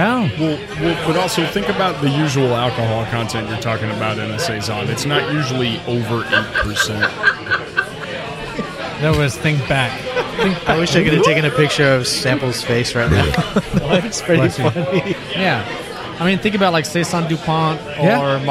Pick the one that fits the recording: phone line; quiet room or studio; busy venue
busy venue